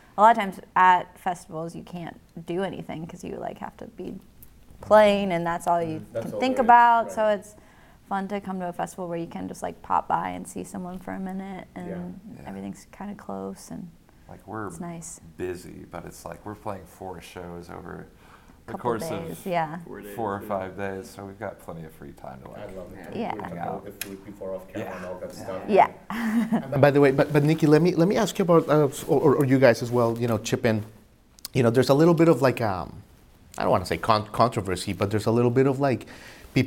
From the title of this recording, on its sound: LIVE at SXSW 2023